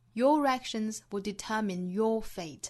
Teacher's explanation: 后面这个 your 我们做重读